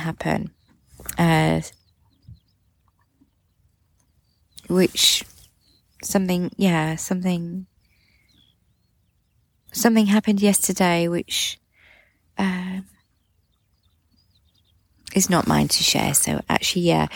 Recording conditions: sounds in the background